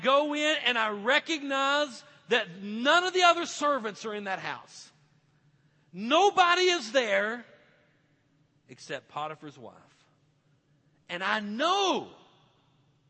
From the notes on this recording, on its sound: This message was preached at Victory Church on Youth Sunday.